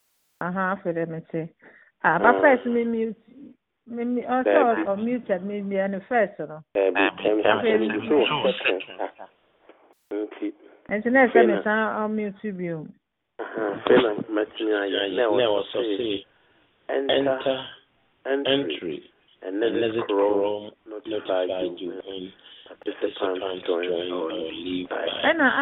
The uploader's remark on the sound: Conference Call